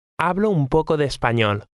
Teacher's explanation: the last two words run together